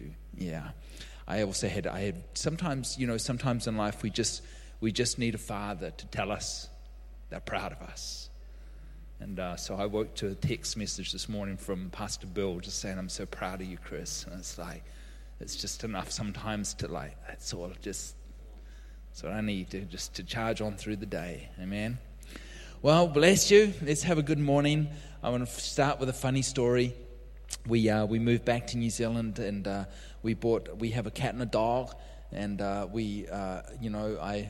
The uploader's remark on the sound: LIVE at Echo Church